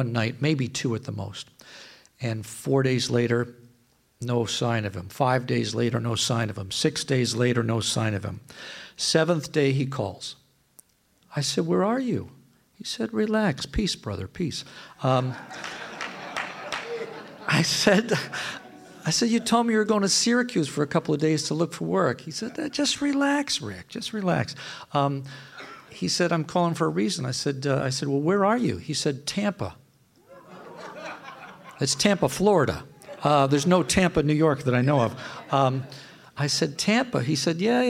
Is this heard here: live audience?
yes